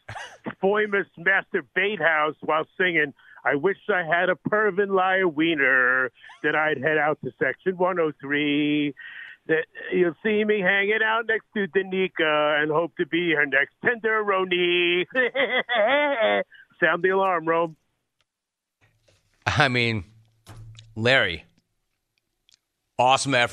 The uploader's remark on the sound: Phone Calls